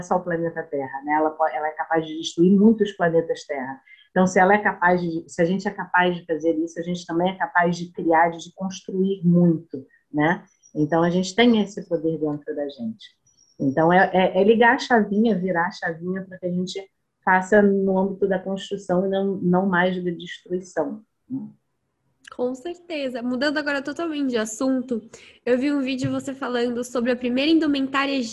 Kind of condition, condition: link, video call